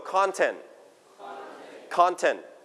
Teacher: So we pronounce con with high note.